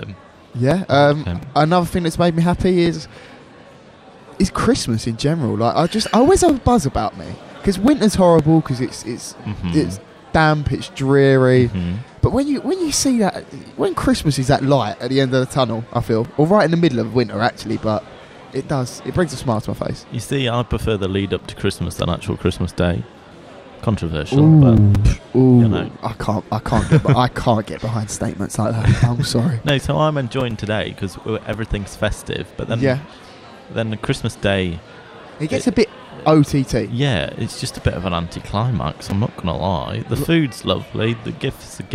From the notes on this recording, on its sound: LIVE from Food Village - Christmas Special. This podcast was first broadcast Live.